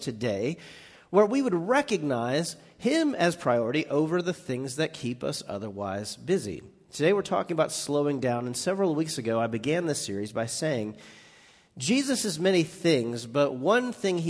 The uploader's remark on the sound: Recorded live on 10/21/18 at The Fellowship at Two Rivers.